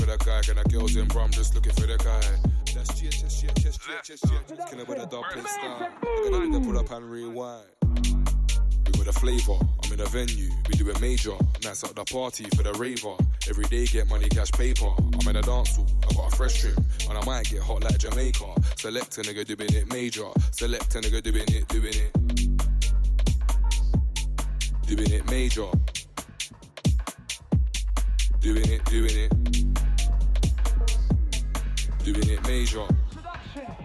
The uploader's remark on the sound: was live from the arcade